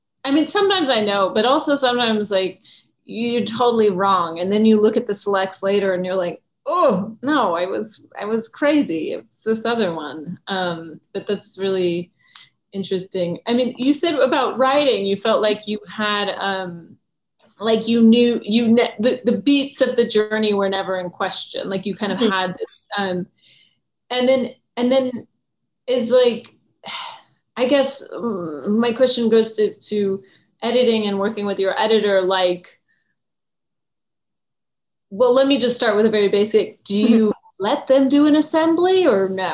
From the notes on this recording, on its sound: Virtual Q&A.